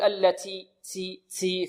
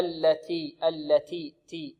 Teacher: طيب، فلابد لطالب القرآن أن يحترز من هذا النطق، بل يأتي بالتاء مهموسة بدون رائحة السين · Shown in: second take